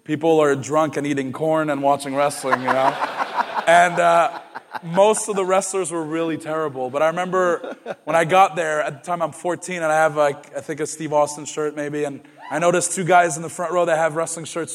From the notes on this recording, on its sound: Live In Toronto. Hosted a live Q&A event during Survivor Series weekend.